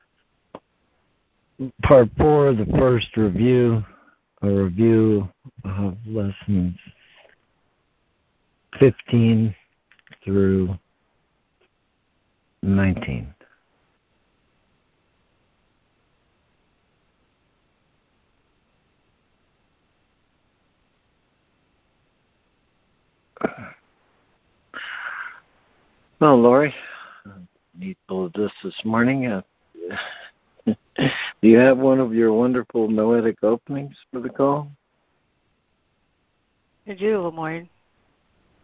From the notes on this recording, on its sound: ACIM Daily Conference Call.